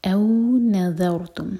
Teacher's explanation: نذر یہ را ساکن ہیوی ہوگا